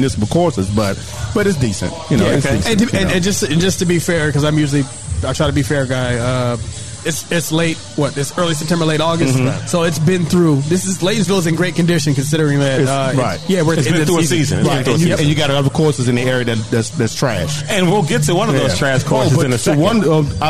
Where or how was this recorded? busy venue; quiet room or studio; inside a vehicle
busy venue